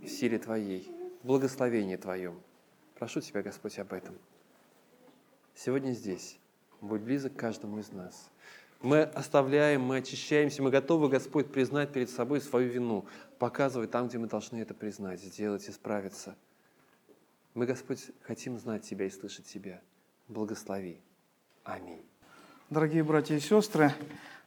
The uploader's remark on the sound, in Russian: Полная запись богослужения